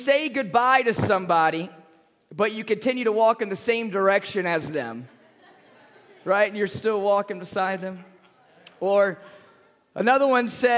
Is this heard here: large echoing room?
yes